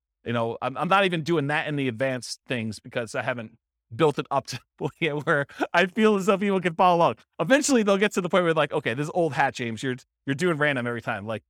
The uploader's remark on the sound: This was a live class recorded